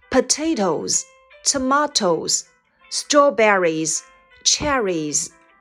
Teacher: 浊辅音和元音的后面加上了 s 要读成 z 的音